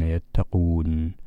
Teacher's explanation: عندما نقف على كلمة يتقون بإمكاننا أن نمد الواو مدا طبيعيا بمقدار حركتين، أو نعطيه مدا طويلا ويسمى بالمد العارض للسكون.